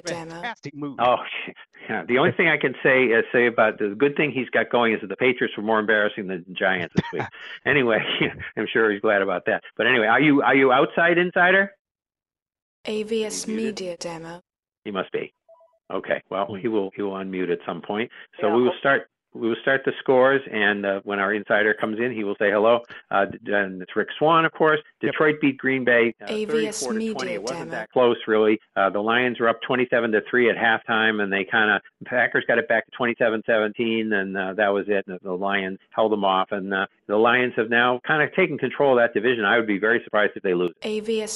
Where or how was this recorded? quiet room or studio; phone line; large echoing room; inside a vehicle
phone line